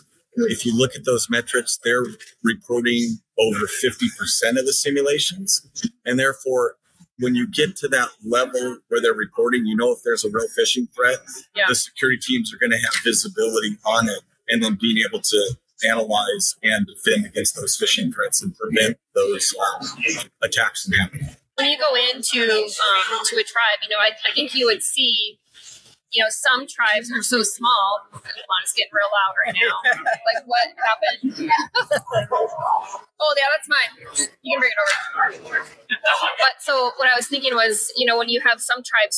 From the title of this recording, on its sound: Recorded at TribalNet